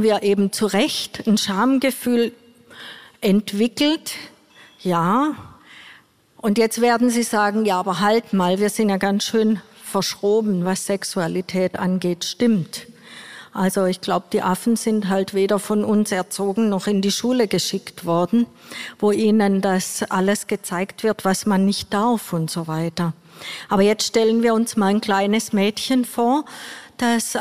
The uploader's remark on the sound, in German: Die Folge wurde beim "Beats & Bones Podcast-Festival" im Naturkundemuseum Berlin aufgezeichnet.